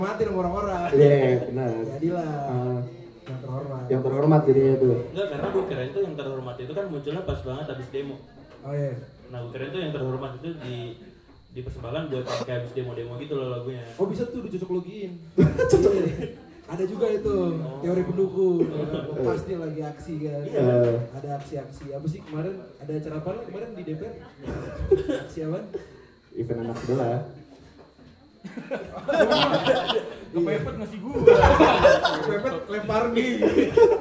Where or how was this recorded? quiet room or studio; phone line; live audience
live audience